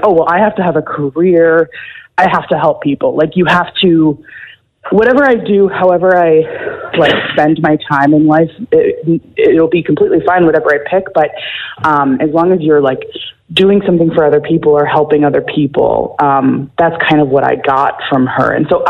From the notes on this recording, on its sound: wanted to call